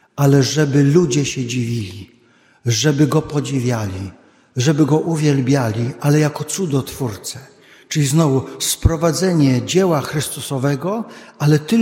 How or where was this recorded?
large echoing room